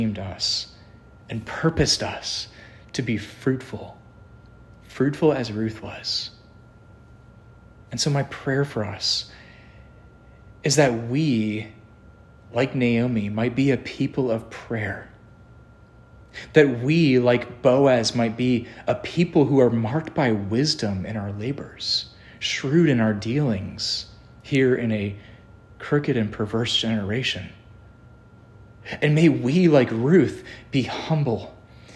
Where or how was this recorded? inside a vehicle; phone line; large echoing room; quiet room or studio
large echoing room